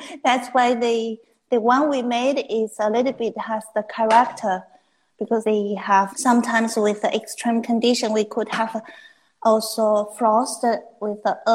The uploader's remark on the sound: recorded on instalive during the pandemic